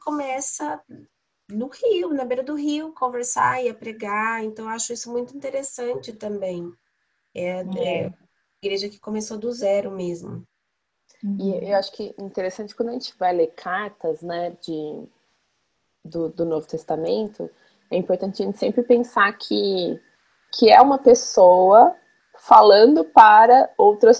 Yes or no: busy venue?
no